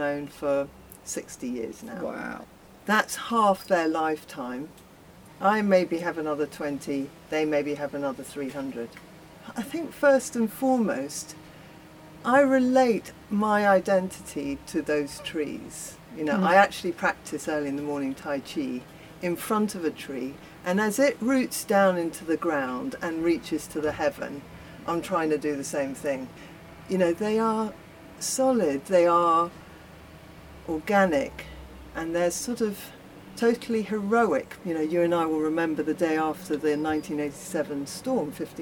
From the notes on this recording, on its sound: Recorded at the Bethnal Green Nature Reserve (Phytology). Recorded at the Bethnal Green Nature Reserve (Phytology).